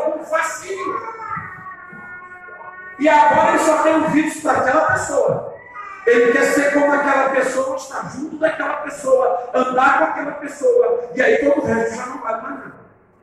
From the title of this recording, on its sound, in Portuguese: Ao Vivo na Casa de Louvor